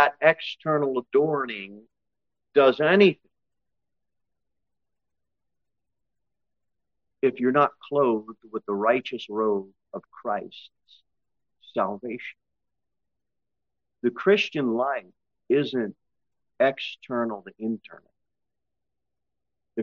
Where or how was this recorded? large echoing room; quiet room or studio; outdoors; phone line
large echoing room